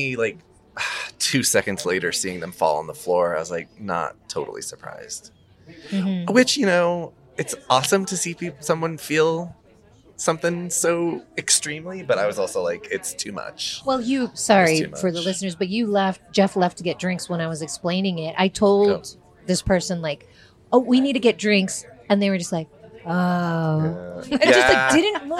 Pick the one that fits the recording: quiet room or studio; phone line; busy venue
busy venue